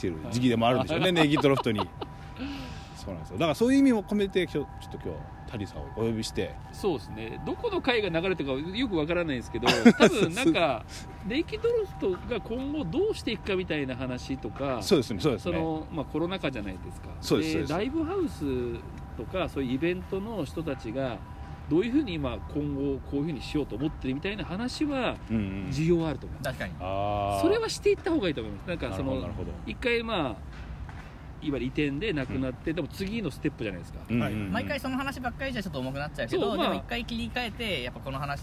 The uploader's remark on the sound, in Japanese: 新宿中央公園での収録を決行！ネイキッドロフトの様に路上の音を聞きながら、リラックスしたムードで色々なお話や相談をさせて頂いてます。